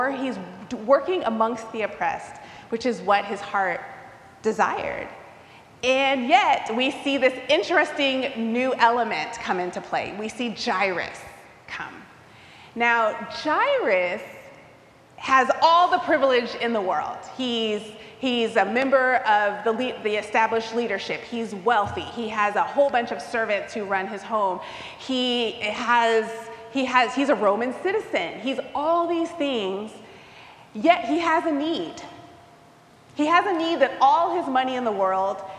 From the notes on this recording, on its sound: recorded live at the 10:00am service on Sunday, September 10, 2023.